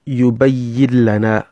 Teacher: You don't even pronounce the nunun at all. · Term: idgham